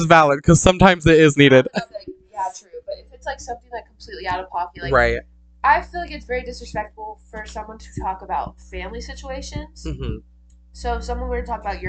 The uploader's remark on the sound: We are still having trouble with our mics but we are actively working on improving the sound for you guys.